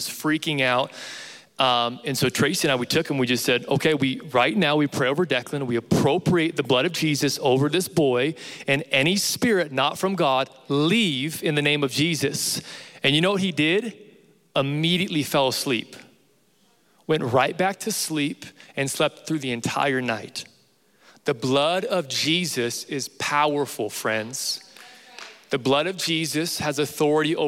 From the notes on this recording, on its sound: Recorded live from Capital Young Adults.